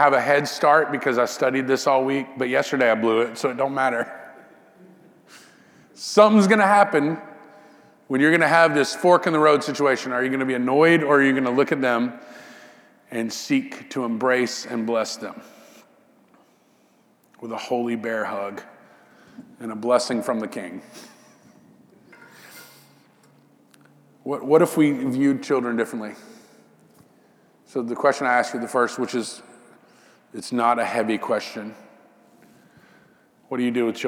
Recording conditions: large echoing room